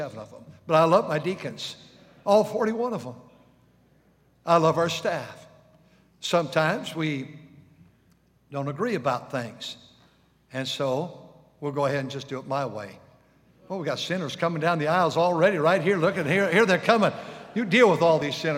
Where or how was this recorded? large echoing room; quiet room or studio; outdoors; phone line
large echoing room